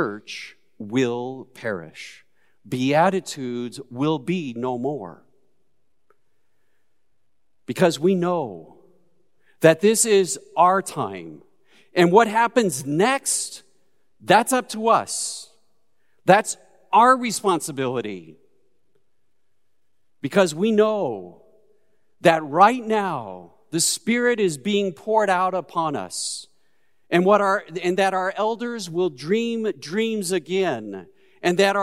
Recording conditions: large echoing room